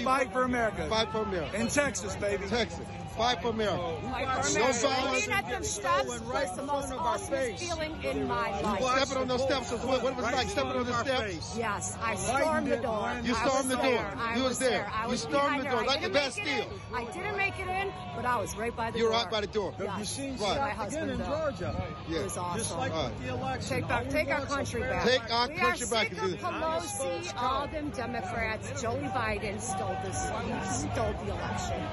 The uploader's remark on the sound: raw audio directly from the protest and riot on the Capitol